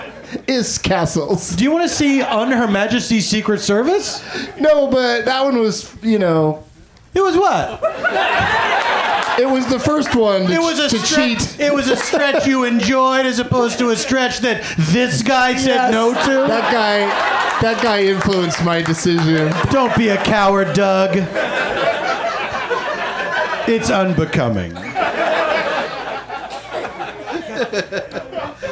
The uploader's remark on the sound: Back home at the UCB Franklin